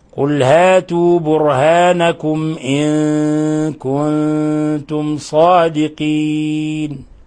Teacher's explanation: كنتم صادقين، ميم ساكنة جاء بعدها حرف الصاد، الحكم التجويدي إظهار شفوي